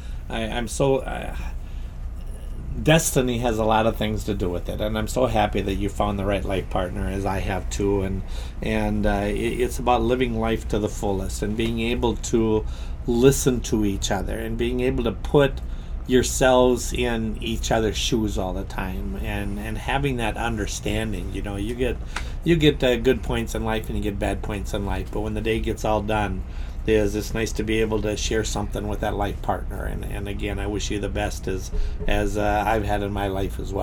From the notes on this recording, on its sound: this podcast was recorded from the Grooms VIP room at his wedding